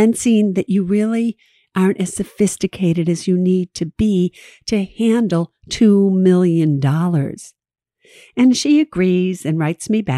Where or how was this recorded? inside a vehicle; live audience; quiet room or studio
quiet room or studio